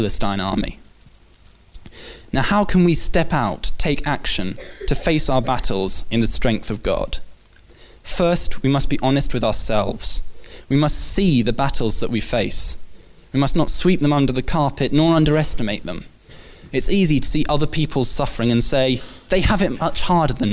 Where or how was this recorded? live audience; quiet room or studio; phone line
live audience